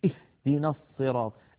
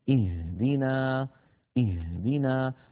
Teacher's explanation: بعض إخواننا يقول اهدنا الصراط، فيضغط على صدره ويستهلك الهواء الذي في الرئتين دون أن ينطق هاء صحيحة. الهاء ليست من الصدر بل من أقصى الحلق فوق الهمزة بقليل · Shown in: second take · اهدنا اهدنا، ولا بد من بيانها إن كانت متطرفة في آخر الكلمة موقوفا عليها.